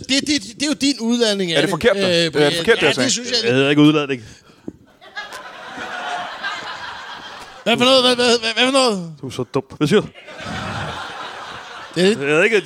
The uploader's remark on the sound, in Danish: Optaget live foran et altid mageløst publikum på et altid mageløst Ramsømagle forsamlingshus.